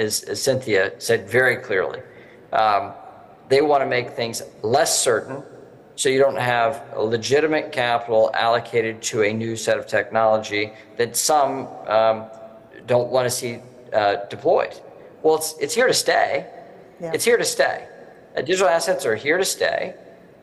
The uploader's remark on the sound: CONSENSUS 2023: Lawmaker Town Hall. A Consensus 2023 panel.